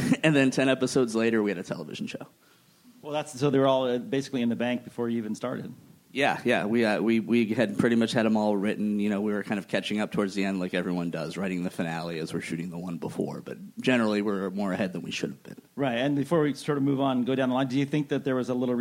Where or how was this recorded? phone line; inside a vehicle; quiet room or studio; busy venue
busy venue